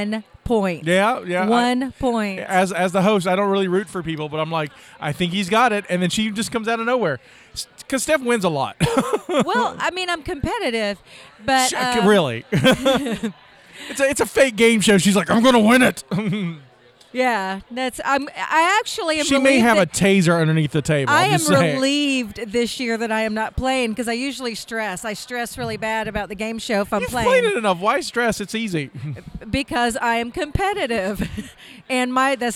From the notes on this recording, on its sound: The Weekly Mopcast Mobicon 2018 Special Part 1. Are at Mobicon and decided to start recording at the table.